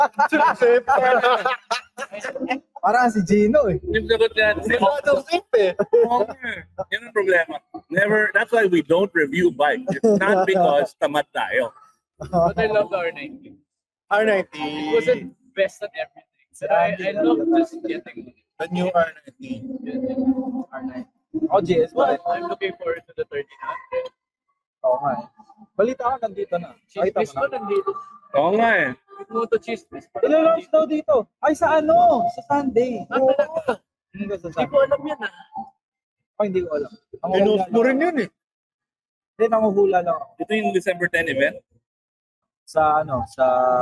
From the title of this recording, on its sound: Live from the BMW Xmas party